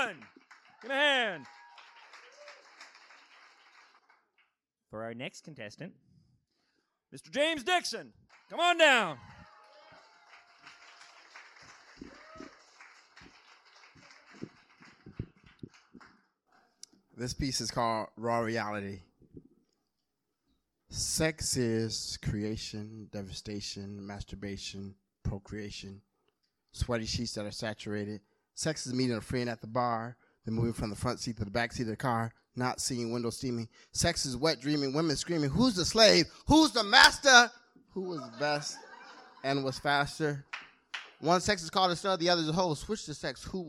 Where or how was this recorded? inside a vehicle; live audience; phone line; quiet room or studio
live audience